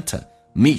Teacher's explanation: to 说成 to me 长元音说成短元音